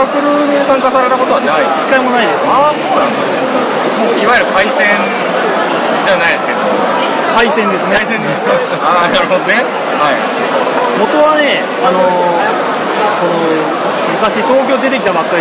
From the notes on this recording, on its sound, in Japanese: 今回は収録環境の都合上、雑音が非常に大きくなっております。